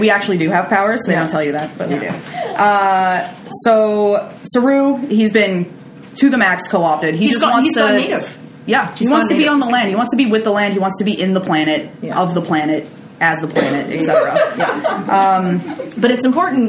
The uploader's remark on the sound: Live at McGill. Bringing us out before a live studio audience! This episode features a hilarious laugh track, and some fantastic audience participation!